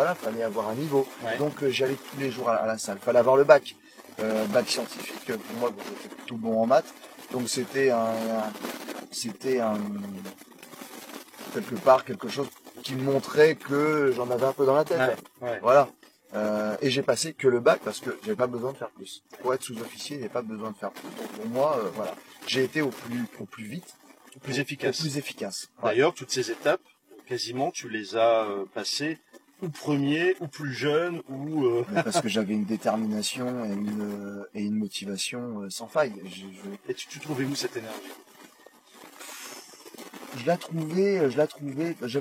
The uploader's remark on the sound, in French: J’ai eu un petit problème avec le son sur la première moitié de l’émission. Même s’il y a un bruit de fond, cela reste audible.